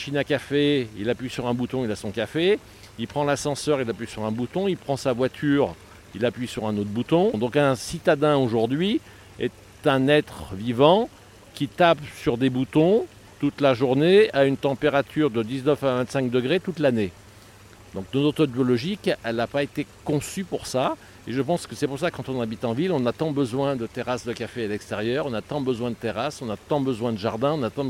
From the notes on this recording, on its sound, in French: Cet épisode a été enregistré au cours du salon Jardins, Jardin, organisé chaque année le premier weekend de juin.